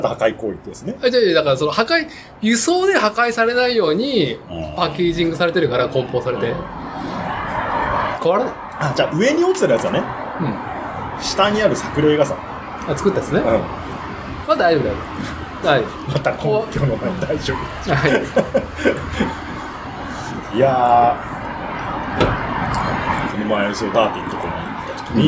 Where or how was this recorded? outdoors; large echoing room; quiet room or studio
outdoors